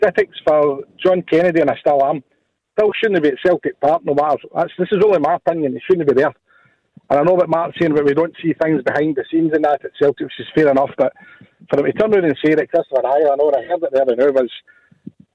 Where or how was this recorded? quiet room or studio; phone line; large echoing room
phone line